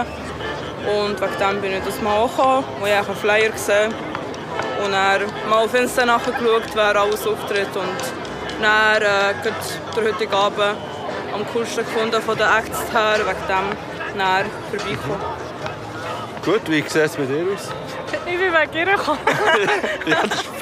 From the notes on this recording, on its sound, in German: Zusätzlich wurden einige Stimmen aus dem Publikum festgehalten.